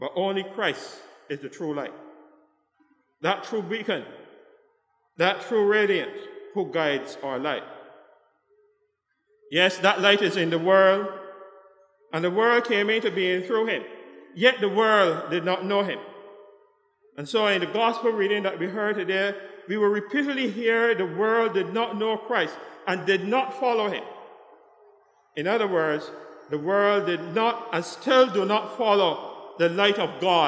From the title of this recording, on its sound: KeepItLoud Crew Live with St. John's Episcopal Church 3rd Sunday in Advent Service